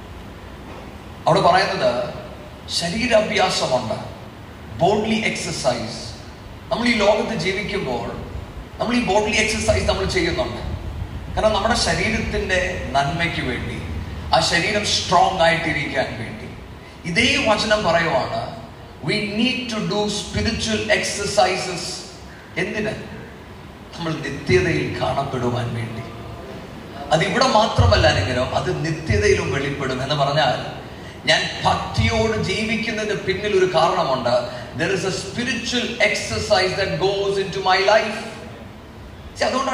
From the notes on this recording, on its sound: Sermon preached at IPC Tabor church